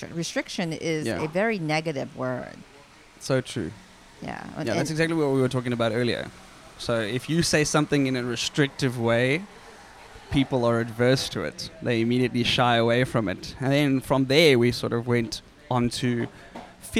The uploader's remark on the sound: When sitting having our morning breakfast at the Grand Hyatt in Hong Kong, we started a conversation